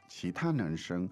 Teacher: The tones there on 其他 are? Second and first.